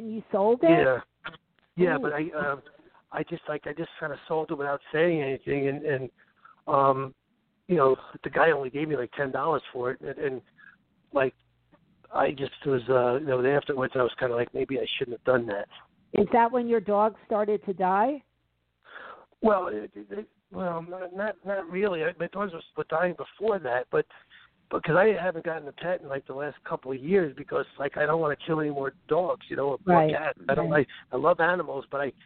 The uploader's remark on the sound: interacts with callers